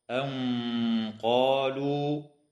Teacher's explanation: وإخفاء حقيقي للنون الساكنة عند القاف مع الغنة مفخمة